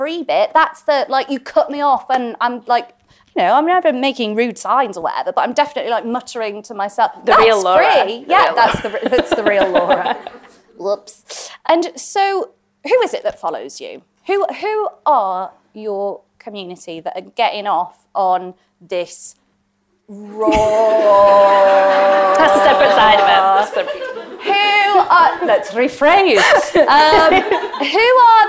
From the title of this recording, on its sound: LIVE in Manchester